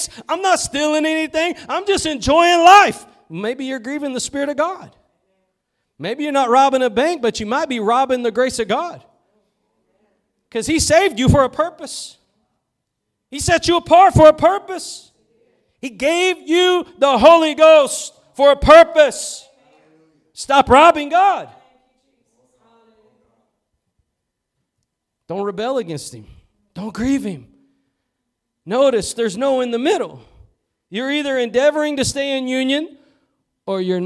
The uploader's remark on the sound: Preached at Gospel Lighthouse in Bossier City, La.